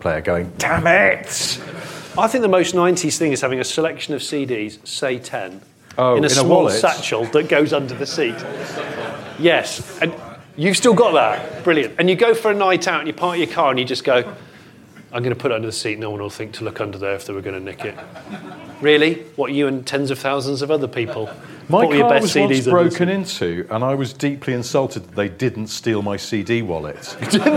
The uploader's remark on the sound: In the second live recording from Bristol. Answer audience questions.